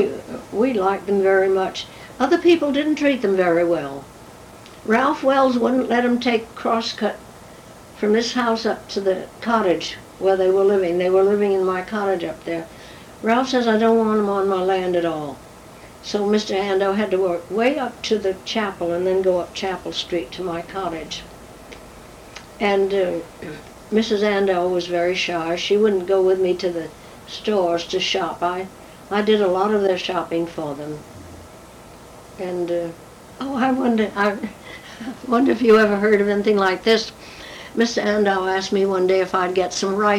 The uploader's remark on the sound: The recording ends suddenly likely due to the cassette tape filling up.